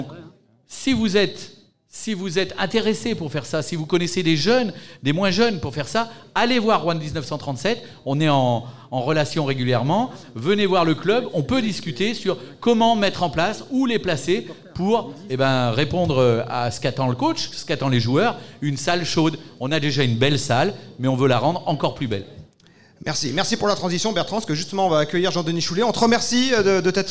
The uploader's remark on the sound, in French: en public au Chorum Alain-Gilles